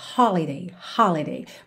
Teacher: holiday tem a sílaba tônica na primeira sílaba